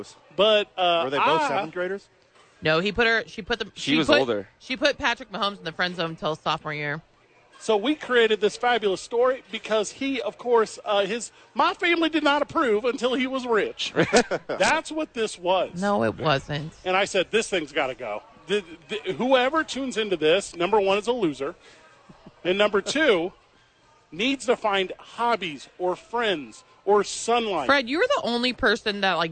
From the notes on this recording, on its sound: live from Isotopes Park!